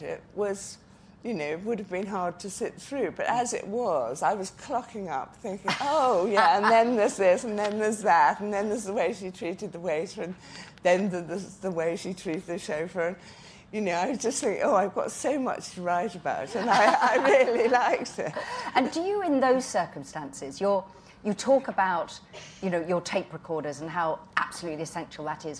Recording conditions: live audience